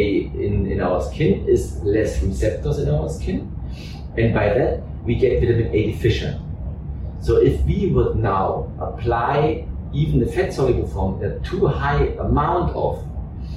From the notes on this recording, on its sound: This episode was recorded in the IIAA headquarters and the sound quality may be a little compromised.